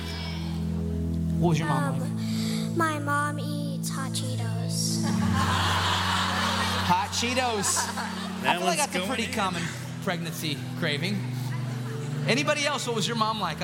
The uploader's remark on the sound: In this special LIVE episode.